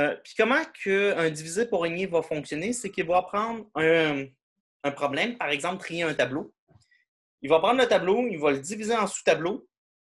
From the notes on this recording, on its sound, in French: cours en ligne sur Zoom.